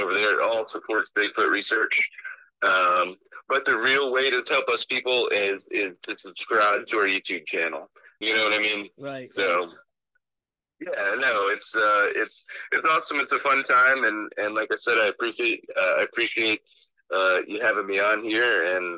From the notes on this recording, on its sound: take a spur of the moment phone call